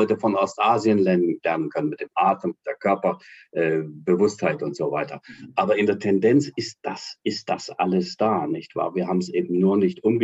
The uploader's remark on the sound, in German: Das Treffen erfolgte über Zoom